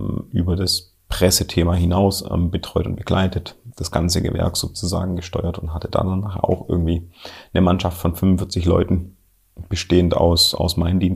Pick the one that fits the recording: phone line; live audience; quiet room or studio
quiet room or studio